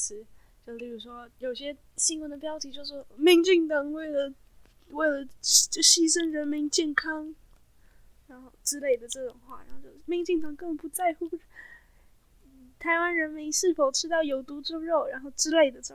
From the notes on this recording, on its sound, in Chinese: 後段收音出了一點問題